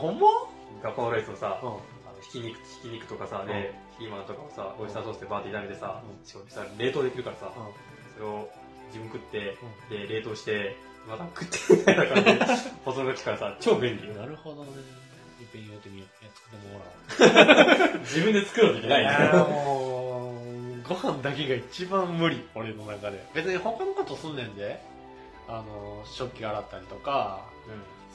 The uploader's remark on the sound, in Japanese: まだ音質の悪い、長い回になっております